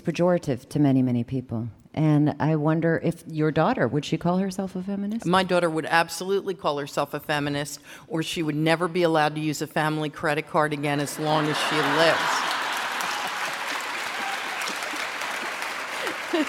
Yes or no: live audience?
yes